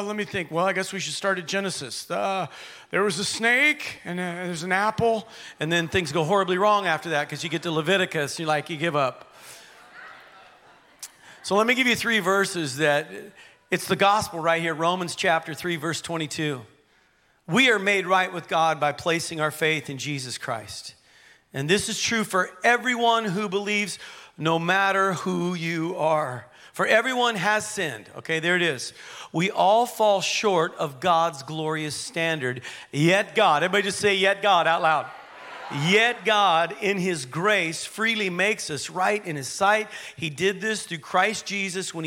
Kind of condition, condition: setting, large echoing room